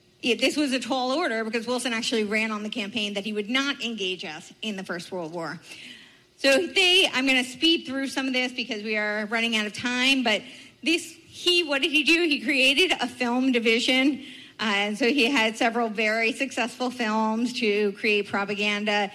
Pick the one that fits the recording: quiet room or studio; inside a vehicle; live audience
live audience